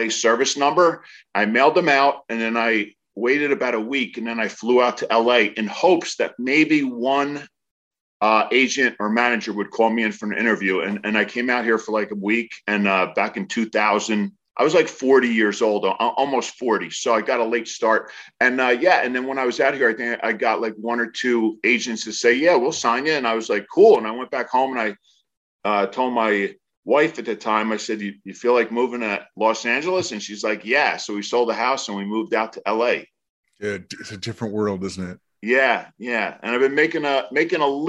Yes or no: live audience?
no